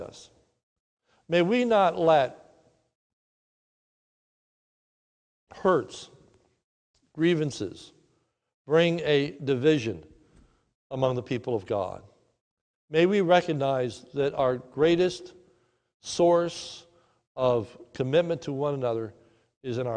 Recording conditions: large echoing room